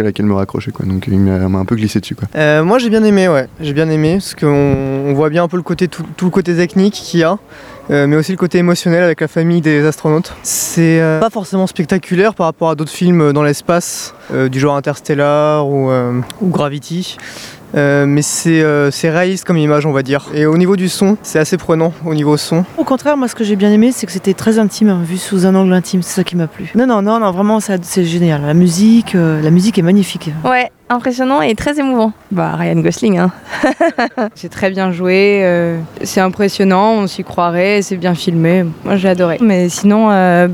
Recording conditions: busy venue